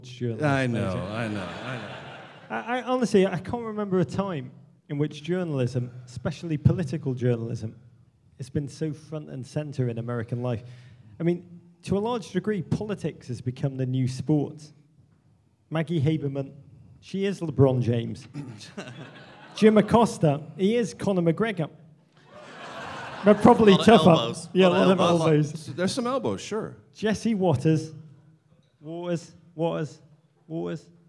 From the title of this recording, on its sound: Live at the British Embassy in Washington D.C.